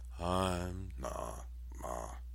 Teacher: the first tone is a full fifth higher than the next two tones